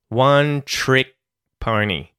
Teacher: we can mute the K at the end of the word trick